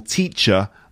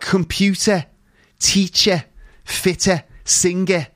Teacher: ER sounds, which are normally produced with a schwa sound, like, for example, teacher, that's a schwa sound. In Liverpool, you might find that they are pronounced with an E sound · Shown in: second take